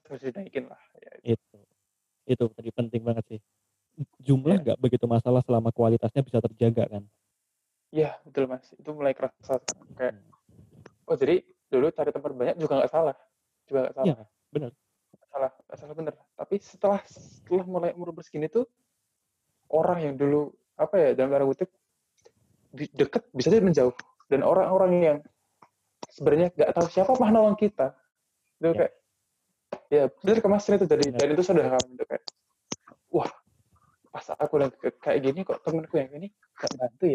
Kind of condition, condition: fault, poor sound quality